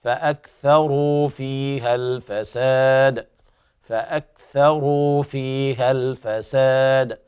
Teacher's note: بعض الناس يبالغ في الهمس الكاف وهذا خطأ